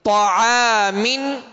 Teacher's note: عین باریک ہے، عین کے ساتھ الف ہے، عین کی وجہ سے الف بھی باریک پڑھیں گے